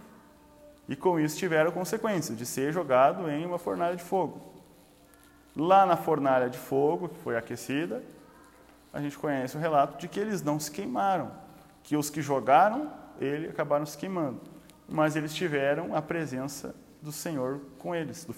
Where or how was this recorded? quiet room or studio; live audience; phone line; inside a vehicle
live audience